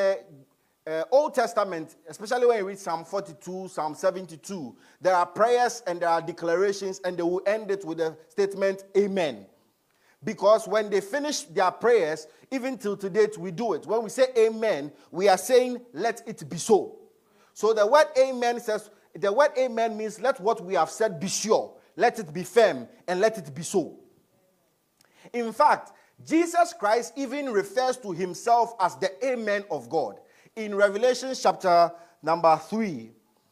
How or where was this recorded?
large echoing room